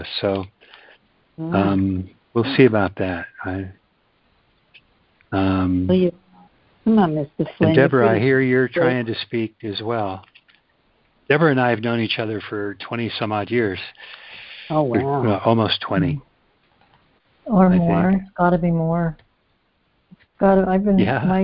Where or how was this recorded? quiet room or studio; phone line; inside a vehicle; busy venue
phone line